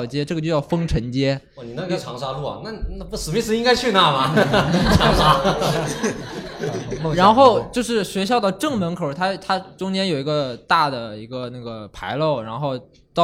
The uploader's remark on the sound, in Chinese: 现场观众因为找不找得到北的问题吵起来了！